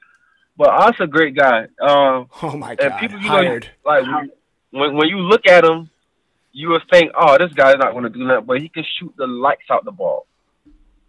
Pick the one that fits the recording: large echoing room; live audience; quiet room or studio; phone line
phone line